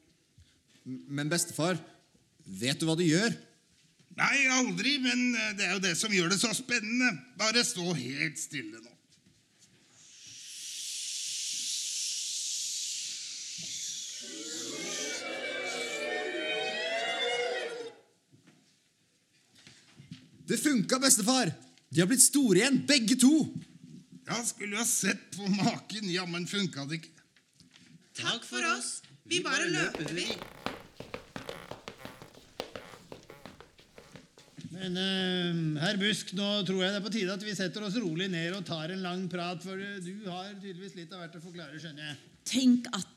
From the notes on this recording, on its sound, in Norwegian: Spilt inn under festivalen Sånafest, direkte foran publikum